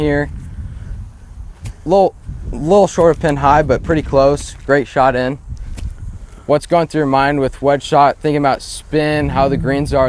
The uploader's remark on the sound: we stepped outside to the par 5 first at the Phoenix Country Club